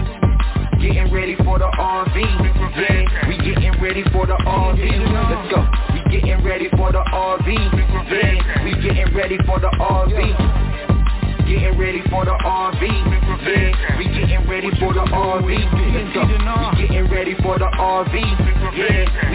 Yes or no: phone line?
yes